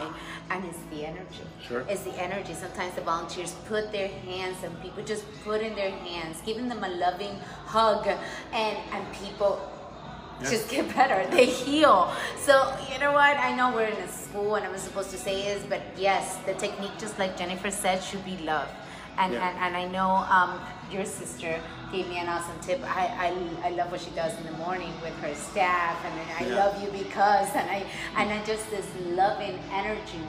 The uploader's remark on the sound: NAKED chat live from Lyceum